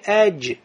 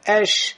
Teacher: «Васат лисан» – середина языка, откуда выходит «джим» и «шин».